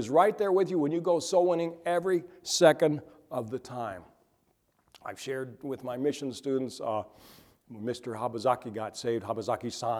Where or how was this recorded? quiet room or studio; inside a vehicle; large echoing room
large echoing room